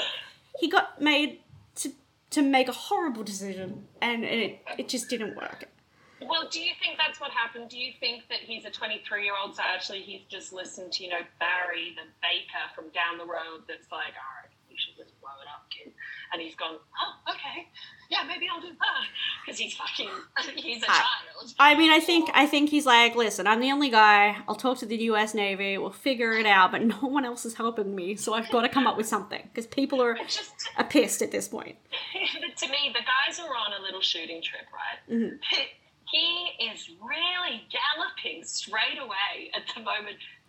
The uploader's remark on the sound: Sorry for the not so optimal sound quality.